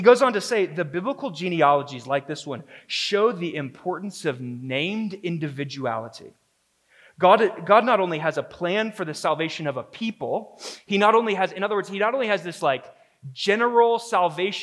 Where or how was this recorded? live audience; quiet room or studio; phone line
live audience